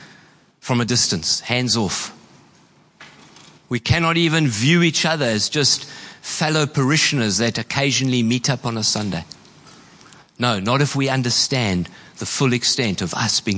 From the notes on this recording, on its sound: Preached on 26/11/23 at Horsham Downs.